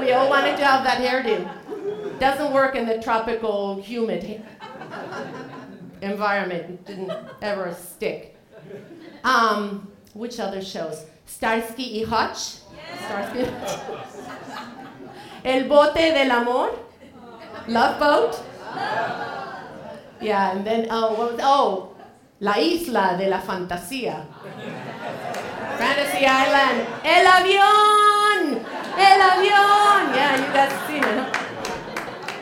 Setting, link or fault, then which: setting, live audience